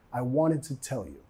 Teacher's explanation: reduciendo el to a un sonido schwa